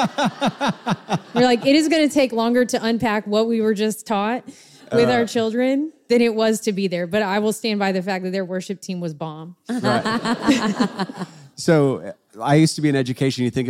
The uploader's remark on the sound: Live Q&A in Dallas. Answer questions from a live audience.